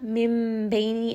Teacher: we are going to change that noon sound into the sound of a meme because the letter after is ba. · Term: iqlab